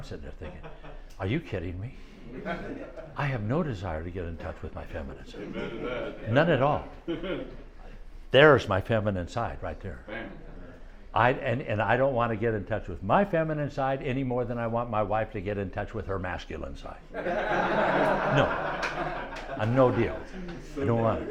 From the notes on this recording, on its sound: 2024 South Florida Young Adults Conference workshop